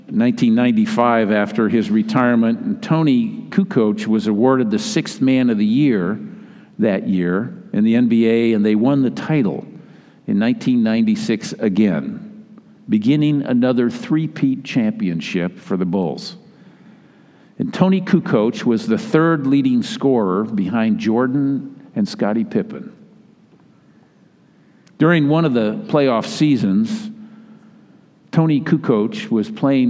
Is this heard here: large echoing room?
yes